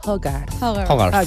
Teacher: la H realment es fa molt, molt aspirada. Quasi no és una J, sinó un Hogarth.